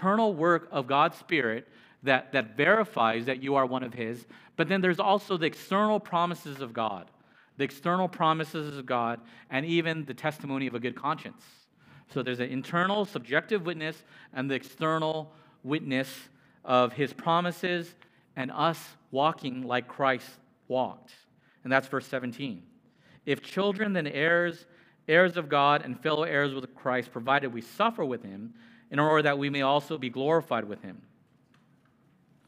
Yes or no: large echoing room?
yes